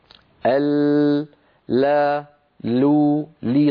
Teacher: يكون انحراف صوت اللام إلى جانبي طرف اللسان لاعتراض الطرف طريق اللام · Term: انحراف حرف اللام